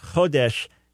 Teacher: so you did a good job on it, but accent on the first syllable